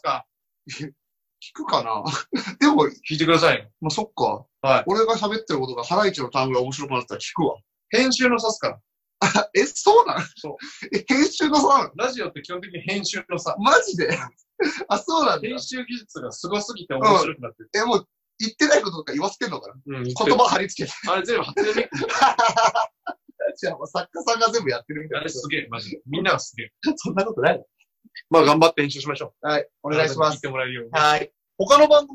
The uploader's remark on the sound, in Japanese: まっさらブルーシートの上でお送りする音質ちょい悪回